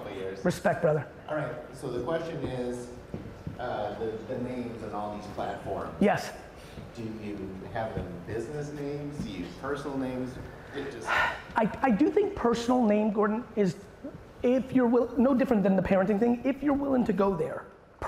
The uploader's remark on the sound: the Q&A portion of my keynote I gave in Naples, Florida at the Hall of Aime event